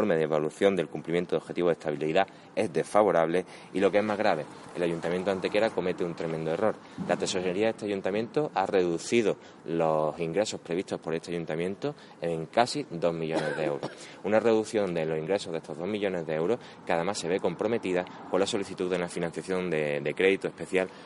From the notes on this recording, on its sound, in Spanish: en el patio del Ayuntamiento de Antequera